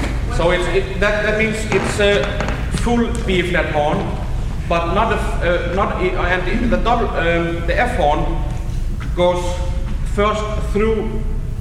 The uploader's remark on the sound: The first is from a lecture recital at the 1970 IHS Workshop in Tallahassee, Florida, USA, and the second is from a presentation at the 1972 IHS Workshop in Bloomington, Indiana, USA.